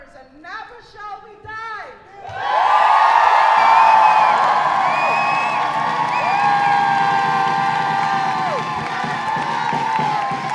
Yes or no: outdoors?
yes